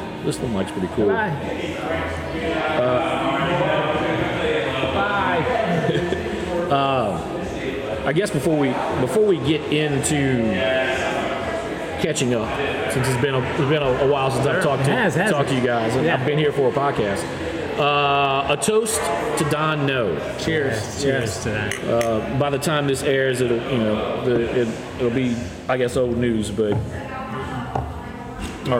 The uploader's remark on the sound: heads over to Rally Cap Brewing here in Baton Rouge